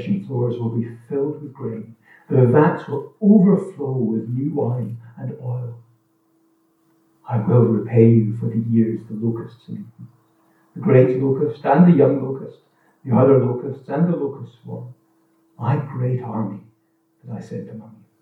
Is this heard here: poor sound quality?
yes